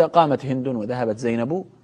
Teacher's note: فأما التاء الساكنة اللاحقة للأفعال فهذه لا تتغير، هي ساكنة أصلا، فإذا وقفت عليها أبقها على سكونها، تقول قامت وذهبت، ولو قلت قامت هند وذهبت زينب لكان الحال واحدا، يعني عند الوقف وعند الوصل واحد، هي تاء ساكنة فيوقف عليها بالسكون كحالها في الوصل، لأنها هي أصلا تاء ساكنة.